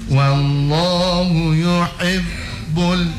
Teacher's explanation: Jadi lam komariyah dia dibaca mursal, bacanya mursal. Lewati dia dengan satu ketukan, ya. · Term: lam sukun